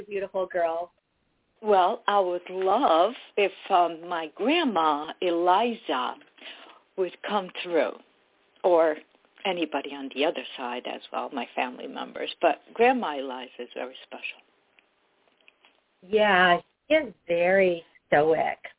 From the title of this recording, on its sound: LIVE CALL